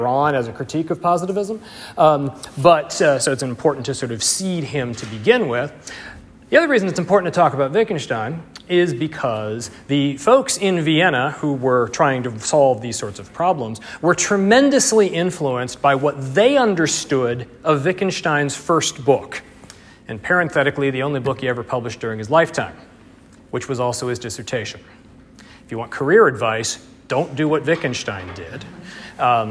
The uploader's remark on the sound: Audio and slides from the second lecture in the series, delivered 18 February 2020 in Bamberg, Germany